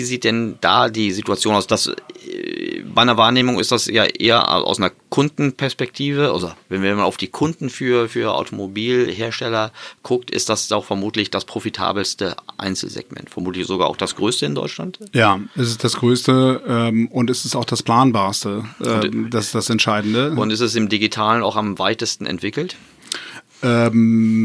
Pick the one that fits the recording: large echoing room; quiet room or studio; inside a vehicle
quiet room or studio